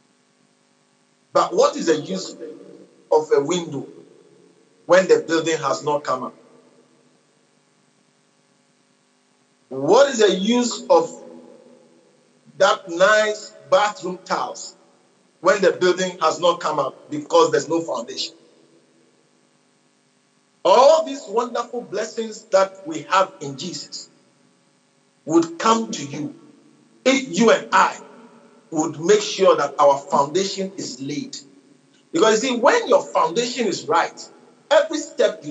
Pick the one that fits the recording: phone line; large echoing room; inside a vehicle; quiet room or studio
large echoing room